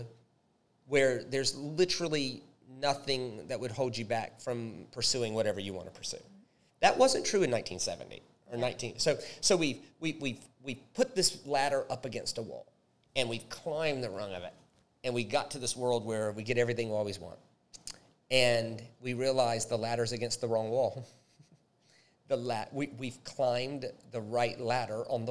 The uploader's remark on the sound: A very special LIVE recorded episode